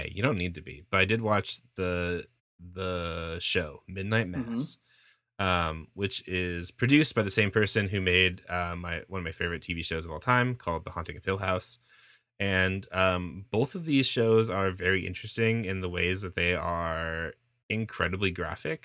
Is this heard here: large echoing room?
no